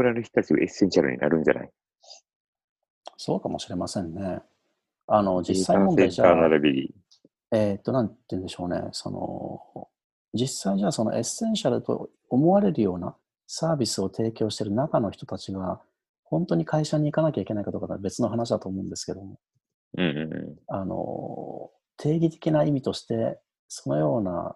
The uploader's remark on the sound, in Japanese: 友達とzoomで録音してみました。